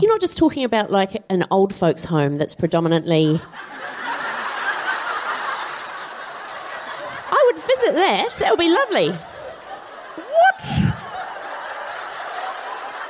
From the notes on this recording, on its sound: Recorded 21 February 2020 at the Q Theatre in Auckland.